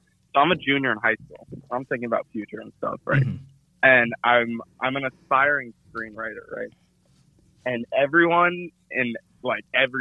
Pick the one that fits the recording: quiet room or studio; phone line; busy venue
phone line